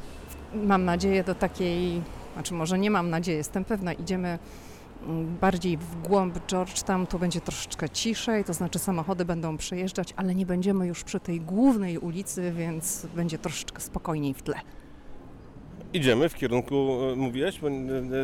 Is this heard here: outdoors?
yes